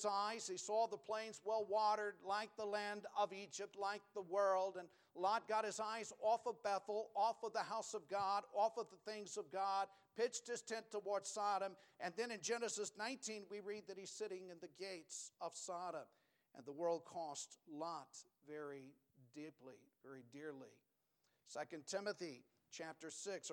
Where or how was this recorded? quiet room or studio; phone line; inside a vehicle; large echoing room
large echoing room